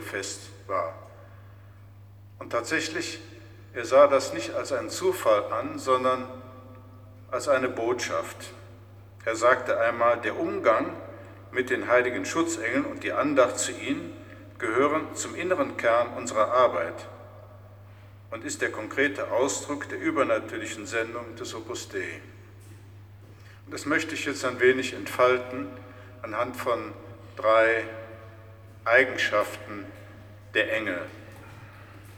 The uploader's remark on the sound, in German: Mitschnitt der Predigt aus St. Pantaleon.